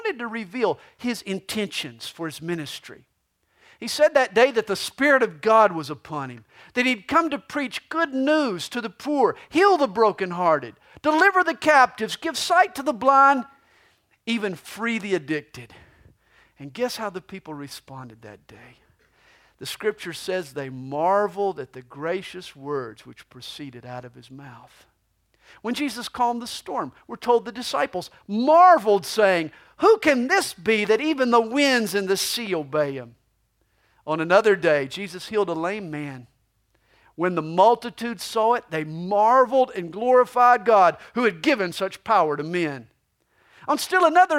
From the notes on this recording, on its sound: This messages was recorded live during the 2010 Christmas Eve service at CalvaryCSM located in Lilburn, Georgia.